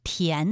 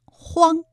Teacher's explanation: 答案是田字，它有韵母安，这里啊还有一个后鼻音荒，韵母是昂 · Term: 前鼻音